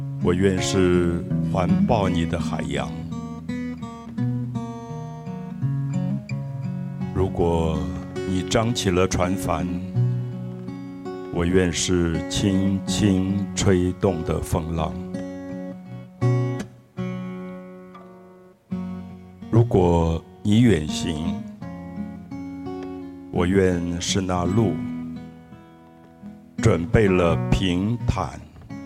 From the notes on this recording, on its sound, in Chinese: 台南巴克禮公園20週年Open Podcast。我到現在為止印象裡還彷彿坐在那個草地上，天空有月亮、有星星，附近的水裡有柳樹的倒影，每一個人都這麼安靜，感覺到夜晚的風微微的吹來。